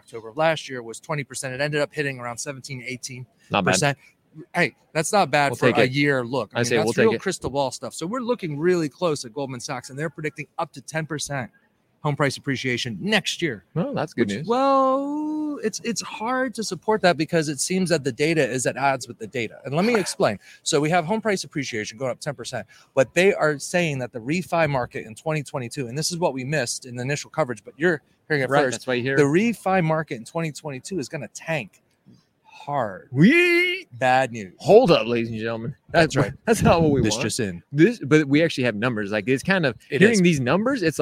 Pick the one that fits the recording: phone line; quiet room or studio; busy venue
busy venue